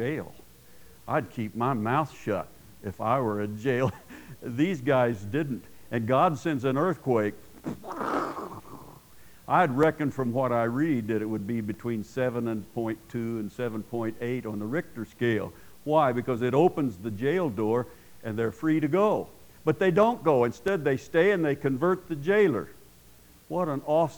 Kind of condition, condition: setting, large echoing room